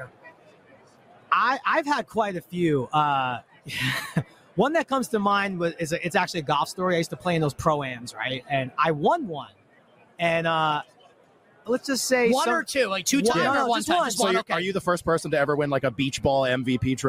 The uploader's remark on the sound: LIVE FROM RADIO ROW!